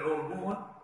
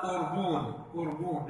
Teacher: تستبدل العين همزة، يعني يقال أربون وأربان